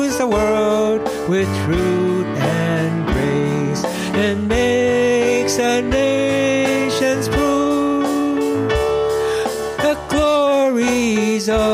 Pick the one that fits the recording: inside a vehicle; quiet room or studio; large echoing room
large echoing room